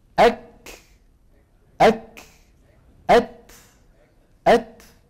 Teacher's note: فصفة الهمس في الكاف والتاء تنوب مناب القلقلة في التخلص مما فيهما من شدة